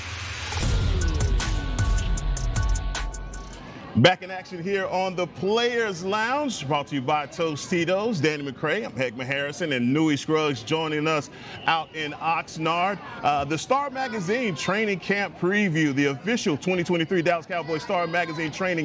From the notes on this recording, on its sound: checks in live from Dallas Cowboys training camp